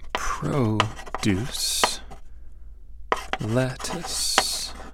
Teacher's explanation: produce and lettuce both have two syllables, and both have main stress on the first syllable. But the second syllables are different.